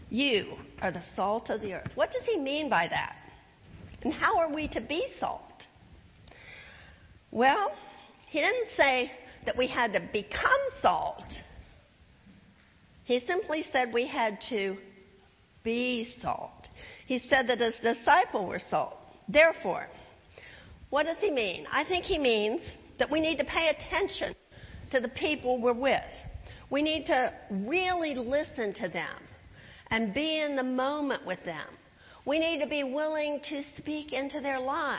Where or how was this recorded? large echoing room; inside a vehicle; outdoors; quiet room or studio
large echoing room